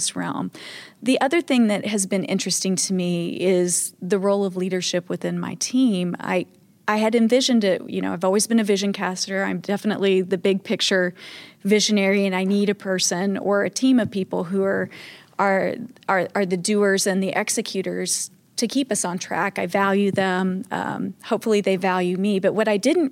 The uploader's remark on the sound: Which took place at the Content Marketing World 2016 conference in Cleveland, Ohio.